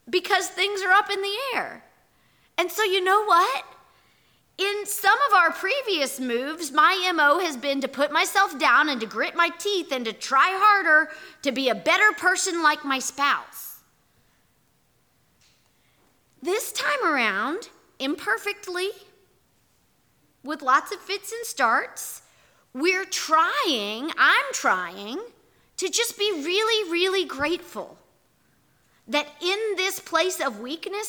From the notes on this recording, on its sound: Our audio recording from yesterday&#8217;s worship service. Here is our audio recording from yesterday’s worship service.